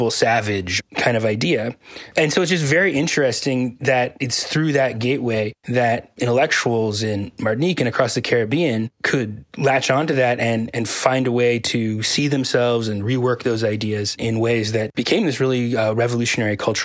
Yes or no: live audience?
no